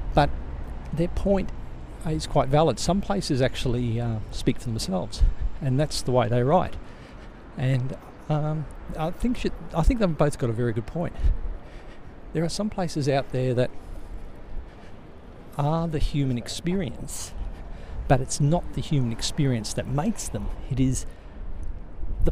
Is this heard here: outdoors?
yes